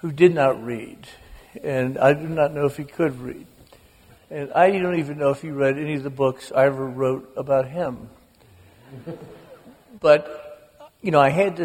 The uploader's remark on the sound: The conversation was recorded before an audience of over 2000, at Columbia’s Township Auditorium, on the evening of February 27, 2014.